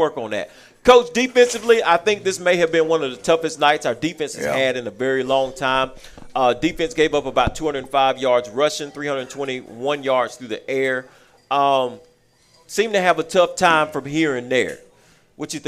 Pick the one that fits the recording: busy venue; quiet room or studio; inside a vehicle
busy venue